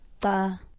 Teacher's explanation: the front of the tongue touches the teeth, and the back touches really far back in the back of the mouth. · Term: click